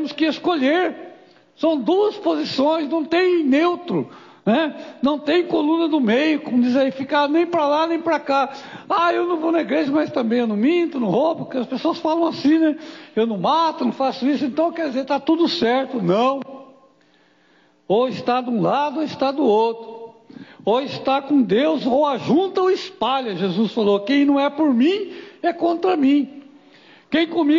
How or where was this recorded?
live audience